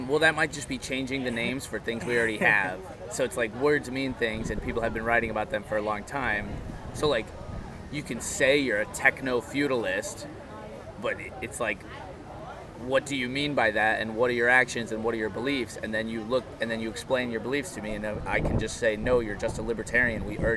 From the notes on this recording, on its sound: A bit of wind noise and I left it stereo cause it felt more personal.